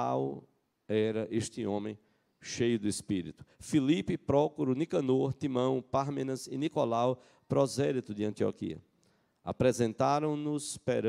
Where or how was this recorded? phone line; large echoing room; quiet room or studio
large echoing room